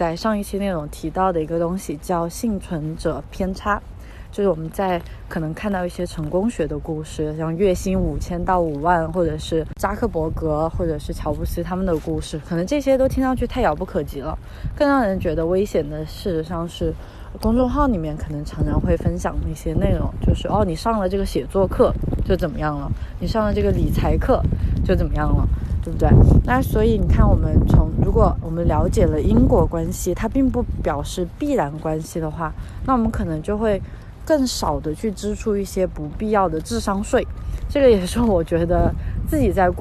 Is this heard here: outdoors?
yes